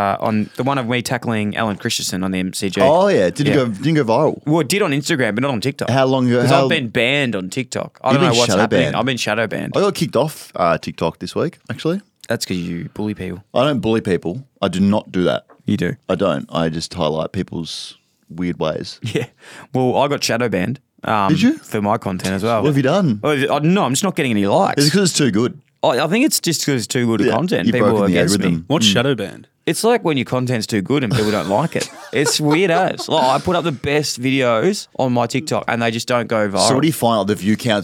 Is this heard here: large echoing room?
no